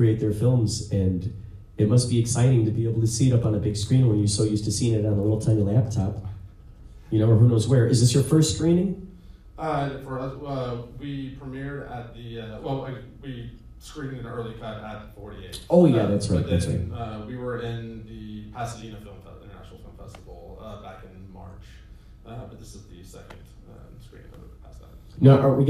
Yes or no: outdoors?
no